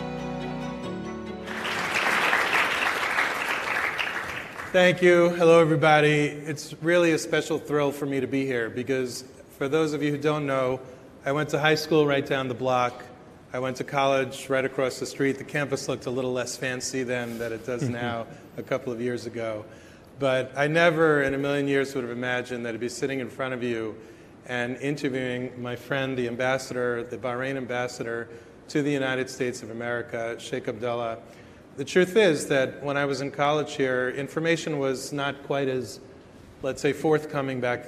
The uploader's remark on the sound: At Yeshiva University in New York City. Thank you to Yeshiva University for hosting. Recorded in front of an audience.